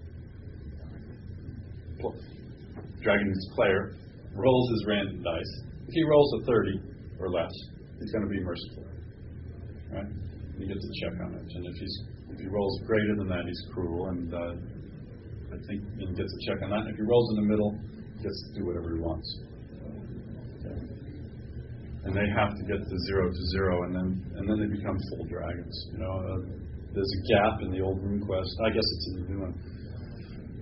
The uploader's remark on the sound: This is a recording of a seminar on Glorantha taken at a game convention circa 1984-1986. It most likely was at a DunDraCon, but it’s been too long now and I don’t remember.